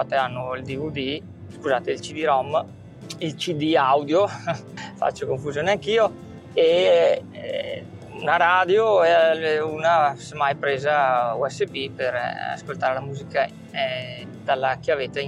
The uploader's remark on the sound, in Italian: Registrazione del podcast muovendomi in auto.